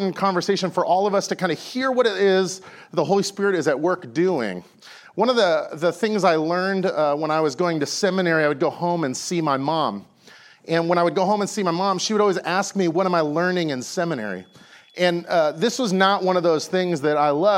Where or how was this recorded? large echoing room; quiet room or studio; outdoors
large echoing room